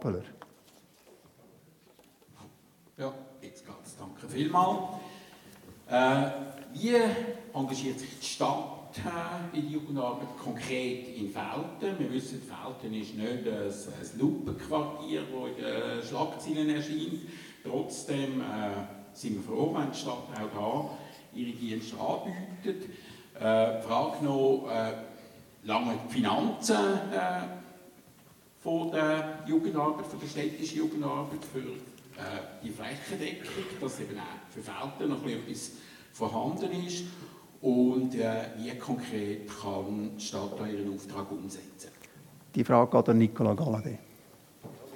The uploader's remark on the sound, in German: Oktober fand im Reformierten Kirchgemeindehaus Veltheim die Veltemer Landsgemeinde 2021 statt. Im zweiten Teil den Fragen aus dem Publikum.